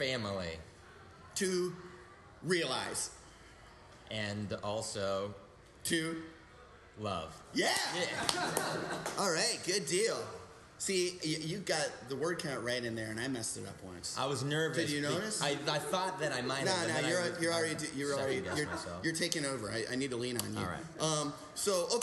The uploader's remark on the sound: Live from the Jangleheart Circus!